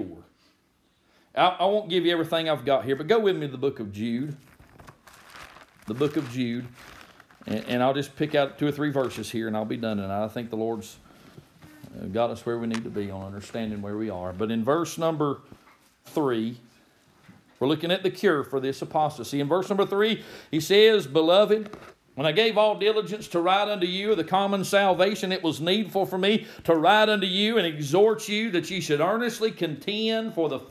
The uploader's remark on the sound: May this recorded sermon be a blessing to you.